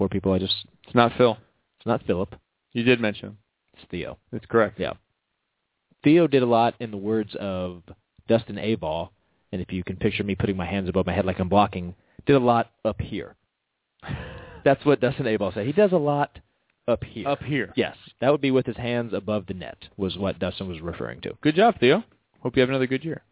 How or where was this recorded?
phone line